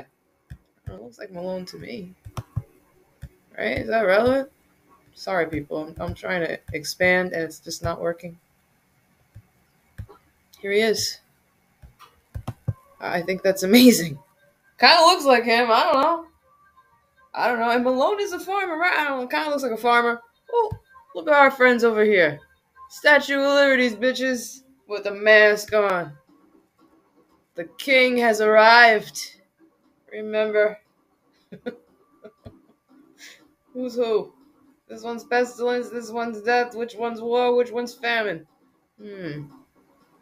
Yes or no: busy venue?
no